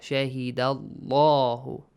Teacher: The lam will produce a heavy sound.